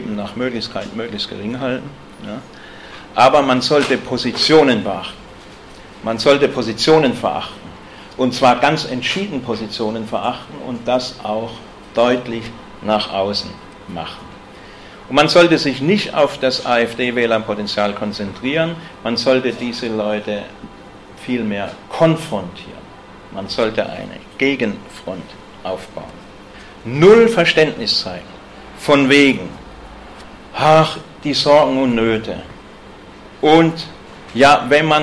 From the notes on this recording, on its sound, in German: Gehalten auf dem Antifa Kongress Bayern. In Nürnberg.